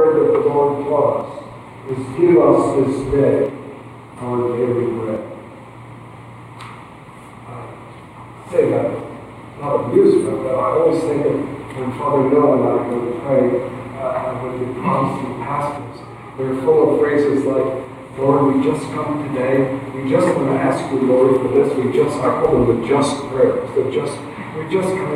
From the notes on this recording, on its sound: please excuse the poor audio quality